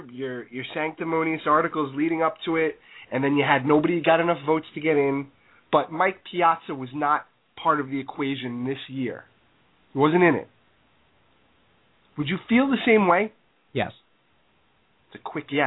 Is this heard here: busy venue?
no